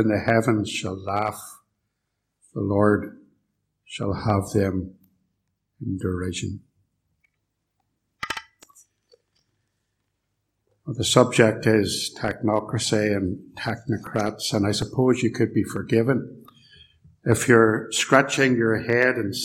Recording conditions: large echoing room